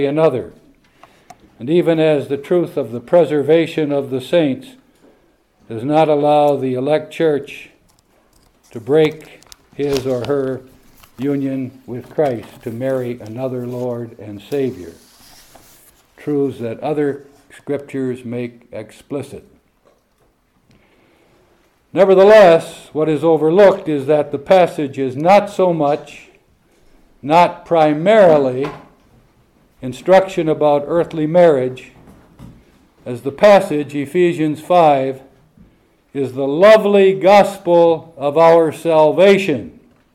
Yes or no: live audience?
yes